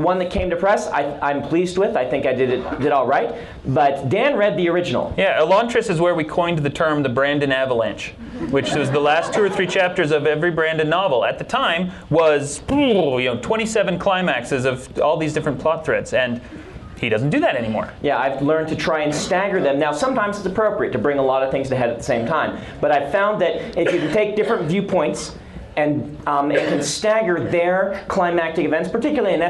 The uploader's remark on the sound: This episode was recorded live at Life, The Universe, & Everything 28, The BYU Symposium on Science Fiction and Fantasy, and features, among other things, our largest audience ever.